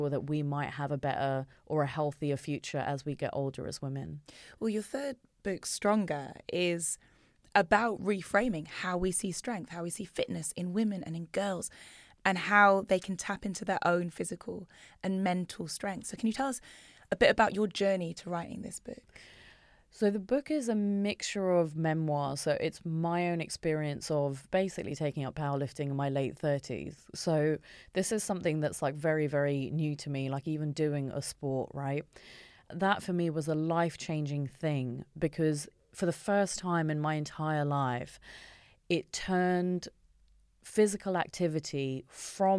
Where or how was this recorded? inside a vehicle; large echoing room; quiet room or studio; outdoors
quiet room or studio